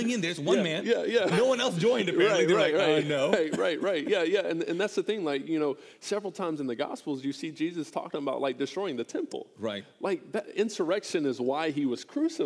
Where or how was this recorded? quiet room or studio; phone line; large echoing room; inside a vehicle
large echoing room